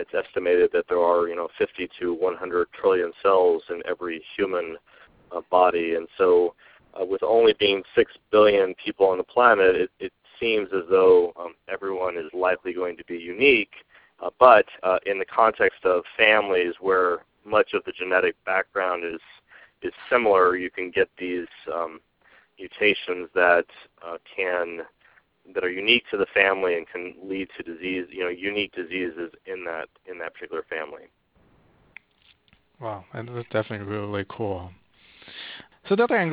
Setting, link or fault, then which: link, phone line